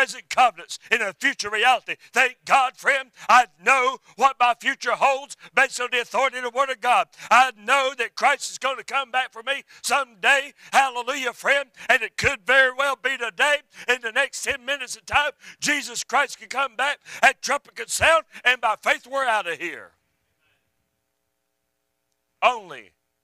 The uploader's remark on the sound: A Message I Preached at a Supporting Church Recently